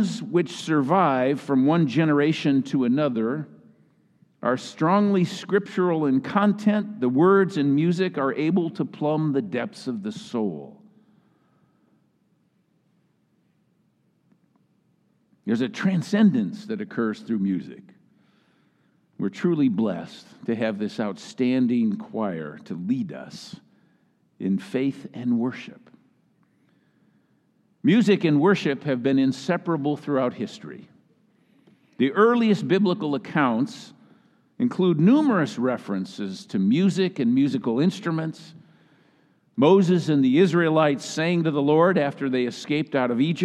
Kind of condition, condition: setting, large echoing room